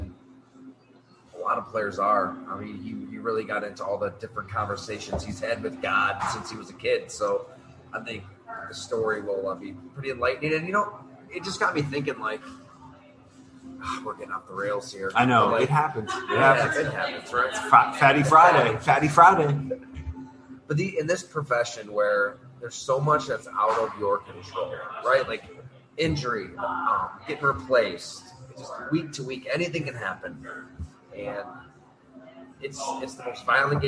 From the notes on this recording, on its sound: Live at Fattey Beer Company, we try to make sense of a bonkers season.